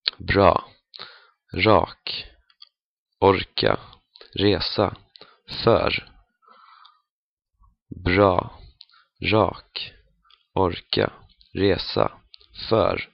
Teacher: The Swedish R is usually a very soft R. Sometimes you can barely hear it. And sometimes, especially in the Stockholm area, it sounds more like a J sound, like a French J, like J, J.